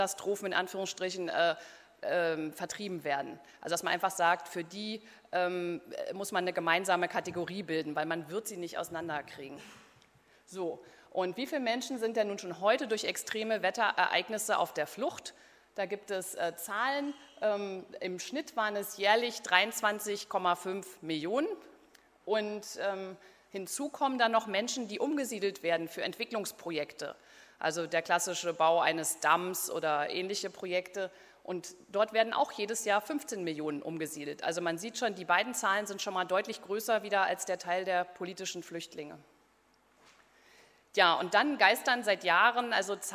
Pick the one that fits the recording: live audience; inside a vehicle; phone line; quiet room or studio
live audience